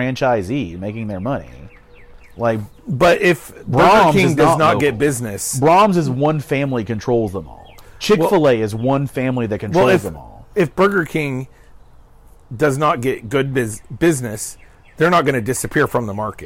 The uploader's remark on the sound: They’re out on the patio today. The audio quality is a bit lower than normal due to the outdoor recording.